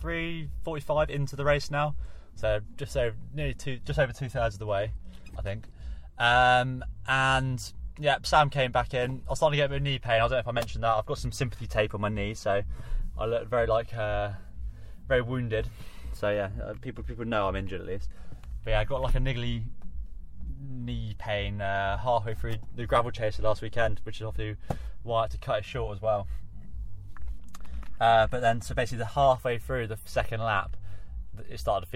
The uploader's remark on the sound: Brought to you live at the time from Stamner park in Brighton for the south's best 6 hour mountain bike endurance race.